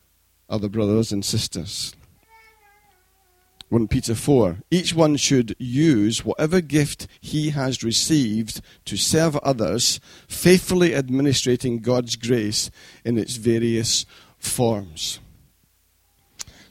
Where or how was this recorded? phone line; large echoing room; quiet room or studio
large echoing room